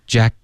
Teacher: Jack 的这个结尾呢，舌尖顶上颚，封住气流，而不是导致鼻音。